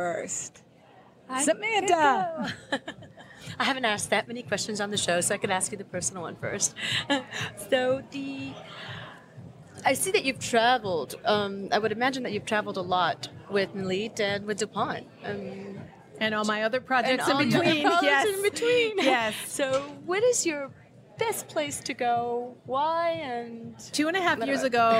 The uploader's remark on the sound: on location at TexWorld USA in New York